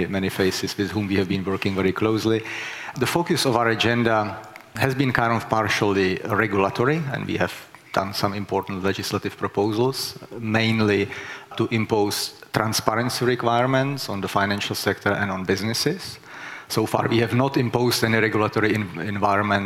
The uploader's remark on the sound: was recorded during the second CEE Sustainable Finance Summit in May 2022.